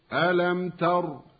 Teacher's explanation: ميم ساكنة بعدها تاء إظهار شفوي. ولو وقفنا على ألم ترى يكون بالسكون فقط.